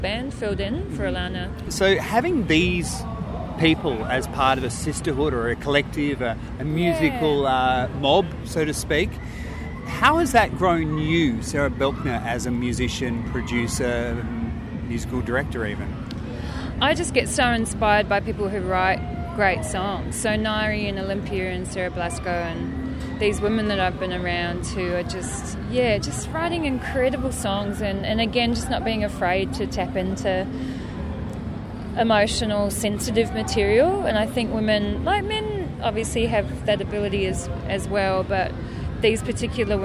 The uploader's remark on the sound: Chat recorded back in March 2017, in The Garden of Unearthly Delights at the Adelaide Fringe. Chat recorded back in March 2017, in The Garden of Unearthly Delights at the Adelaide Fringe.